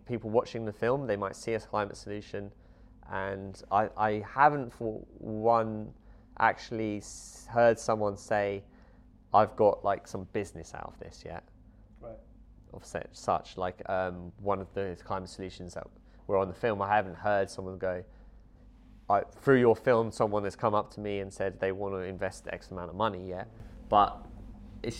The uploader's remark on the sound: As we were in the Alexandra Hotel in Fort William during the Mountain Festival this year, there is a bit of background noise from other people moving around the hotel.